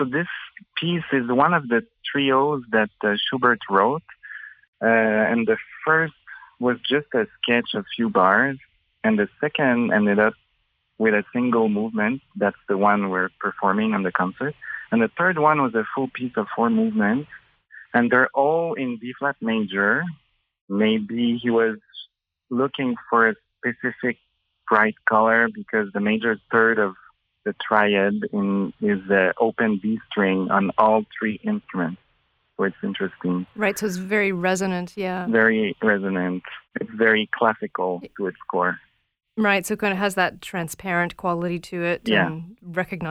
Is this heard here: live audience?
no